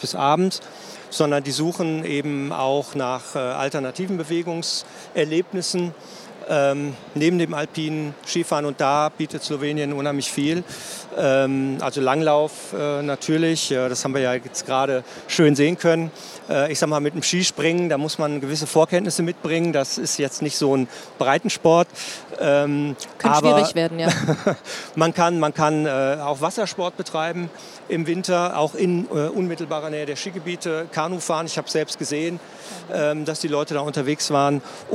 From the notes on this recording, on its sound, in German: Sport und Kultur Travel Talks auf der ITB.